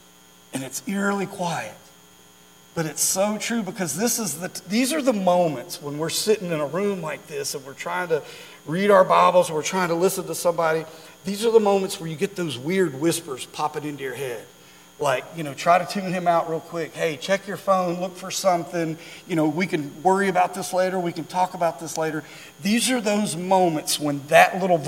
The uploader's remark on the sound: during our Wednesday night Live service